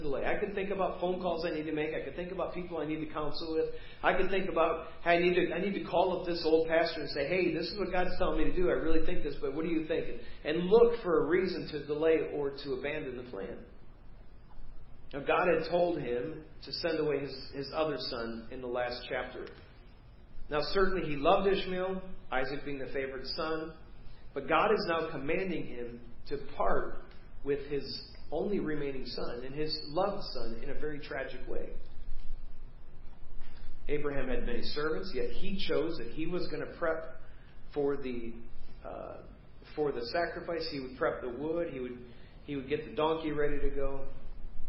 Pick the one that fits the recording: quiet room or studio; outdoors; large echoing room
large echoing room